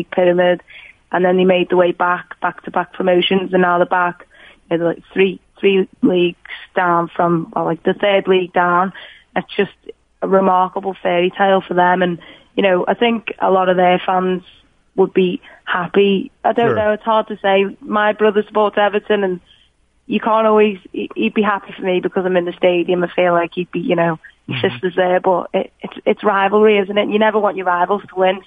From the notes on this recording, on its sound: calls